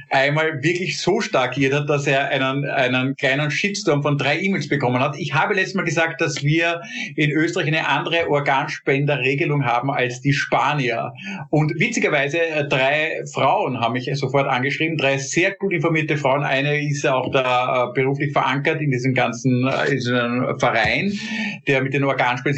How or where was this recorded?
video call